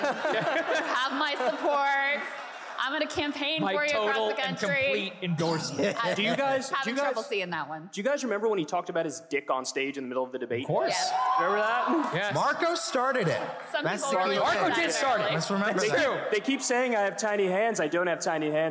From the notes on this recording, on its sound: Highlights from our recent live show in Boston!